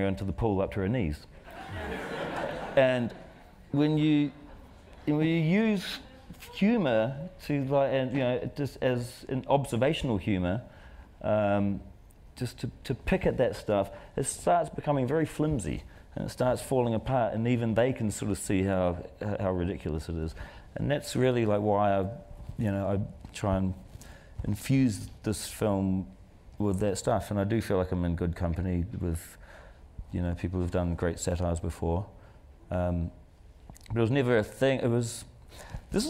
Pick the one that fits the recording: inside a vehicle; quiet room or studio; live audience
live audience